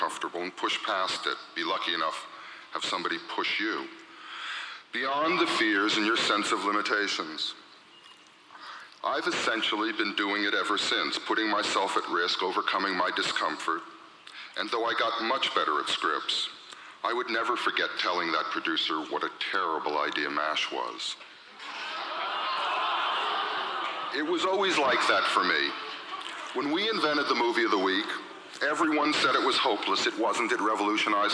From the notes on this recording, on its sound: recorded in 1992 at the Academy of Achievement Summit in Las Vegas